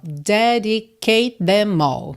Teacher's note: Então, termina em som de T. Them começa com TH. Você junta tudo num som só.